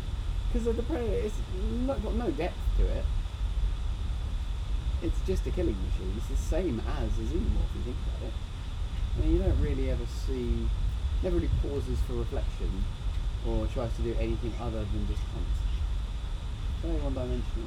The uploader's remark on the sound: PS - apologies for the sound quality. We'll never record outside again!